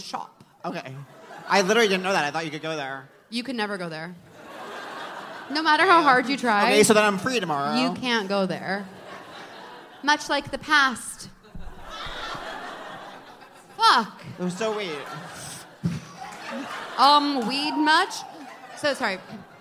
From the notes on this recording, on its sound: live on stage at The Bell House